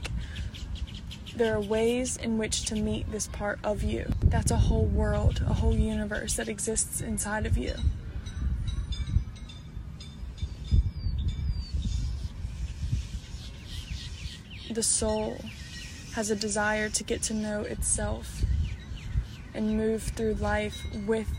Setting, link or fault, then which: setting, outdoors